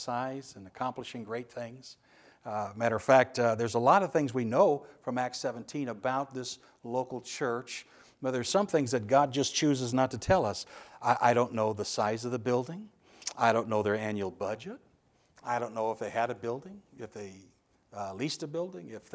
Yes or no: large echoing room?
yes